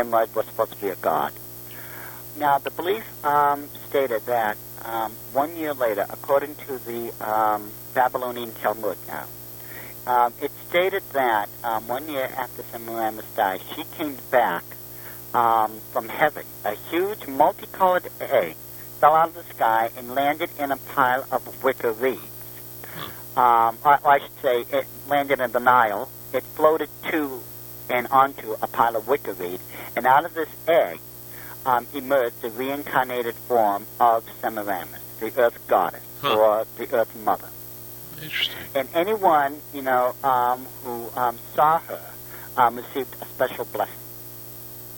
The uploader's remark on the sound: The phone connection gets better in the second half of the show!